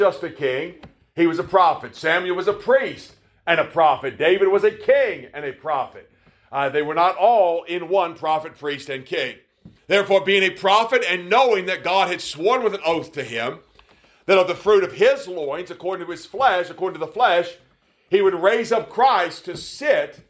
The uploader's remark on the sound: Preached at the Anchor Baptist Church in Wellsville, NY